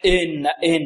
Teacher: إذن خطأان في الكسرة، هناك من يشبعها ياء، وهناك من ما بارك الله فيكم من يأتي بها غير خالصة، يعني فيها شيء من الفتح